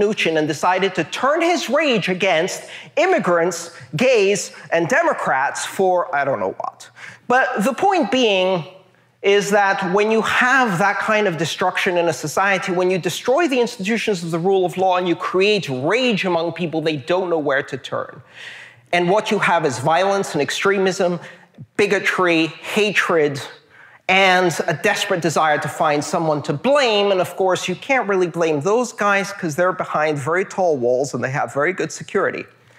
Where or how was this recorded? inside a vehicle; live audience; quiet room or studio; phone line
live audience